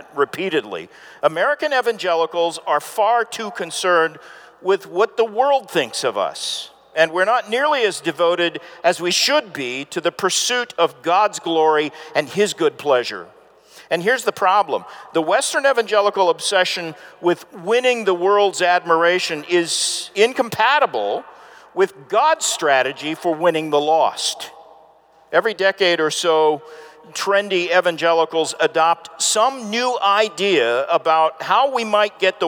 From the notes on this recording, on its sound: This presentation was given on January 16, 2019 at the Sovereign Nations 'Social Justice & The Gospel' Conference in Atlanta, Georgia preceding the G3 Conference.